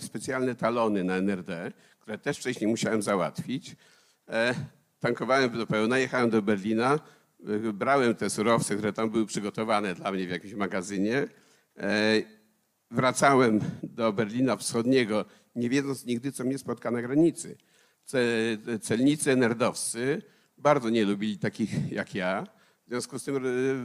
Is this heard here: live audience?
yes